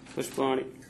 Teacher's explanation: षकारः अस्ति चेत् अनन्तरं नकारः तत्रापि तथा भवति नकारस्य स्थाने ण